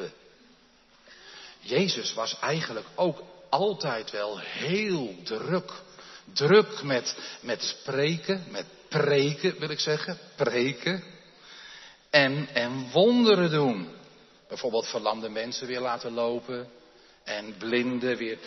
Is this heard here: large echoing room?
yes